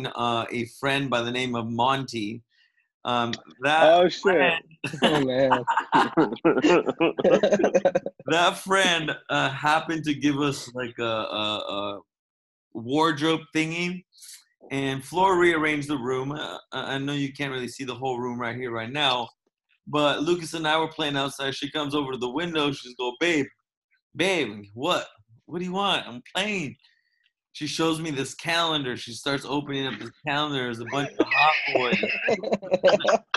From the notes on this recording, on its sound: Quarantine zoom call